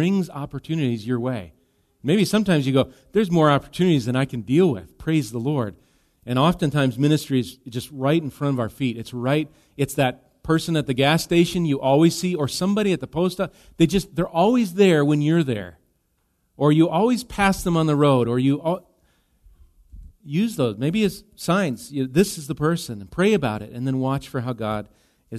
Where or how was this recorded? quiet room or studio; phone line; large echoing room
large echoing room